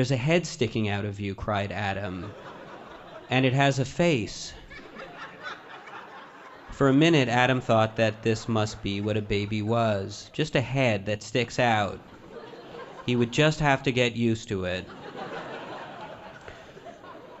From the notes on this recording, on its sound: In front of a live audience in Vancouver, during the 2010 Olympic Games.